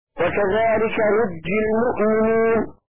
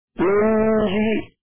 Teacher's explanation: بحذف النون الثانيه وتشديد الجيم · Shown in: first take